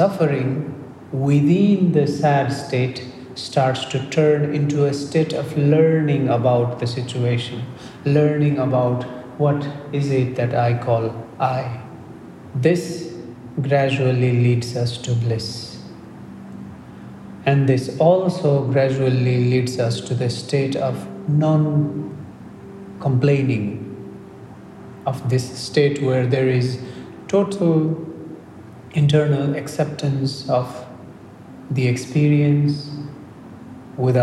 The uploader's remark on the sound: This podcast is part of a meditation session given in Tallinn, Estonia. Recorded at a Meditation Meet.